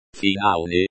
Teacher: This word is pronounced finalny with stress on the second syllable.